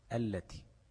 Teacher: أضغمنا اللام بتاعت ال في اللام بتاعت التي